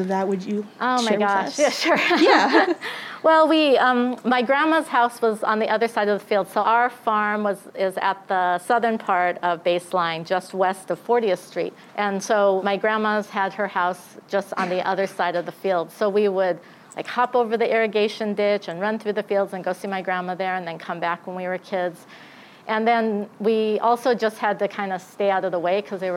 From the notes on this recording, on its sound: live-record a panel discussion at Arizona State University, as part of the AAPI Heritage Month celebration in the spring of 2022